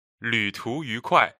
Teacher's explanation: 旅 is a third tone, 途 is second tone. 愉 is second tone, and 快 is a fourth tone.